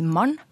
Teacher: Palatal n, f.eks. i ordet mann, utvikler seg både til en slags rn-lyd, som i mann, og til en mer, mer bokmålsnær og dental n-lyd, som i mann.